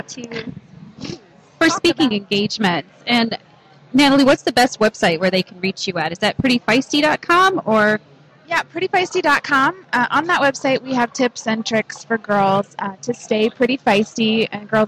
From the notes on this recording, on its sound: on location at the Microsoft Store inside the Scottsdale Fashion Square Mall